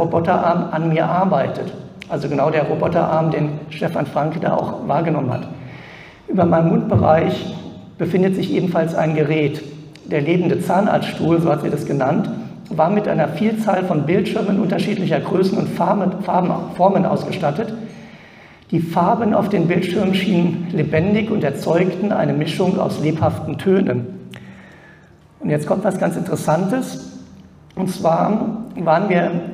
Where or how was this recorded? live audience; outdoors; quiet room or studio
live audience